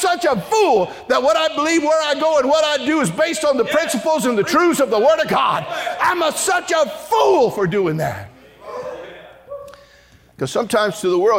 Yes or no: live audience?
yes